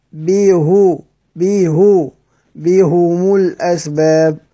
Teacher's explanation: أما قراءة الباقون بهم كسر الهاء وضم الميم، لكن حمزة بيضم الهاء والميم · Term: ميم الجمع